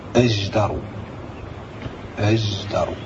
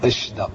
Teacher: إذا كانت قبل الدال، كانت هذه الحروف قبل الدال تعطى صوتا يشبه صوت الزاي